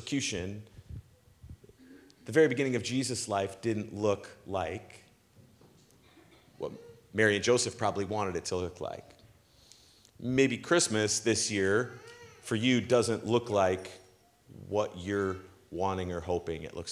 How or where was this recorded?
large echoing room